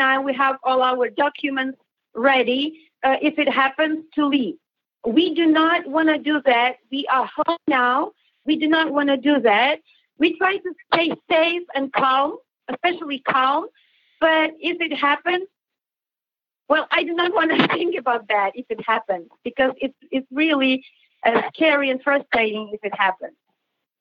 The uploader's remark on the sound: A phone call from Ukraine